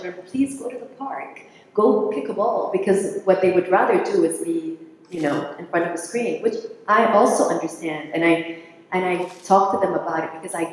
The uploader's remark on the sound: Our conversation took place on stage at the Caring for Each Other event which was partnership between Viatris and Sesame Workshop – the makers of Sesame Street.